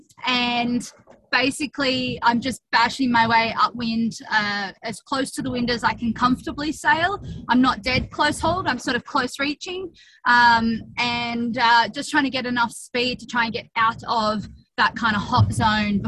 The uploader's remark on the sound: As she hurtles around Antarctica. We did this chat via Zoom link.